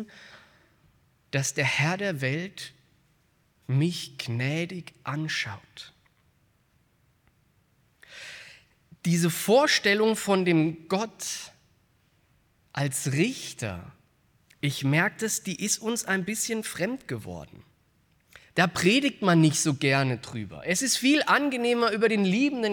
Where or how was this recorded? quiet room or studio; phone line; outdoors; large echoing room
large echoing room